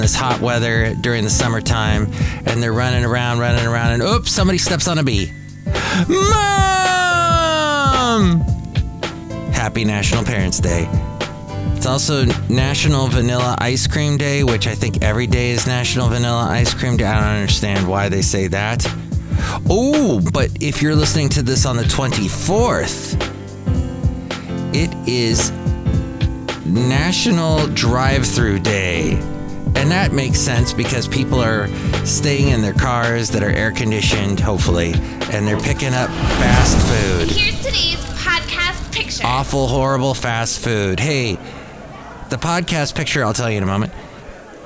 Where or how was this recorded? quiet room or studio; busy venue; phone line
busy venue